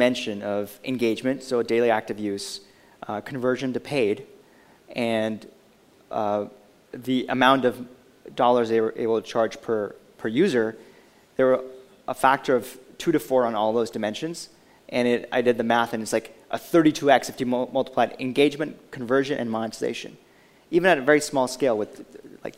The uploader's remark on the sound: Recorded live at the Intercom on Capital event.